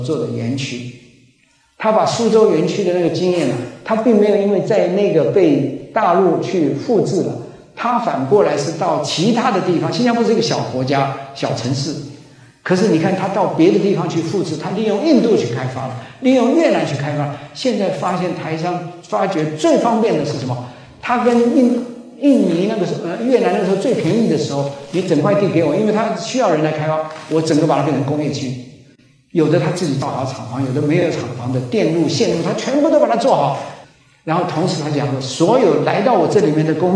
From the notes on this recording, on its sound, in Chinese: 高雄新書演講會現場錄音